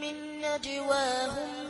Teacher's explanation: الغنة جاءت خفيفة، يعني جاءت ثلاث أرباع الغنة، ضع منها ربع.